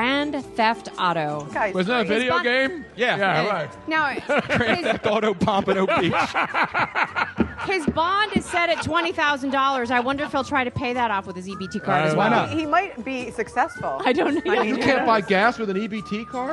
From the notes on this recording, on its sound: Dazzled the live audience at Comedy Sports Theatre. A live call in from the owner of Nicks Place in Houston, Texas.